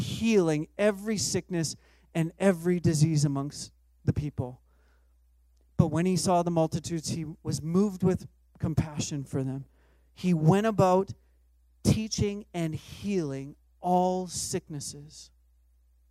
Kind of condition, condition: setting, large echoing room